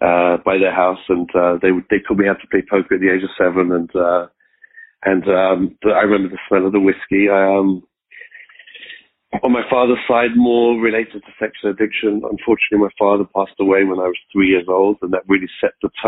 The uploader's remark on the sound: Monday Noon Phone Speakers Series